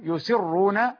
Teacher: يسرون راء مضمومة فهي تعامل على أنها مضمومة سواء كانت مشددة أو غير مشددة فهي مفخمة